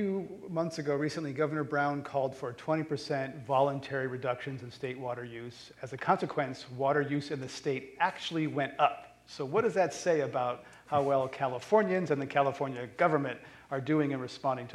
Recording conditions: live audience